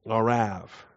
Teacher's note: But the ah, ah in other words, it's two A's, a long A and a short A.